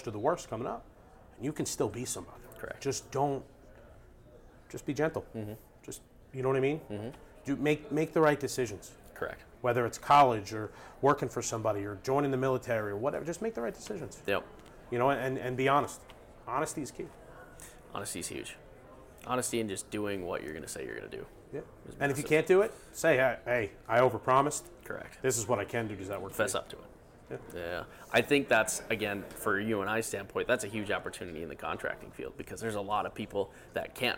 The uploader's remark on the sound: LIVE AT CONEXPO 2023!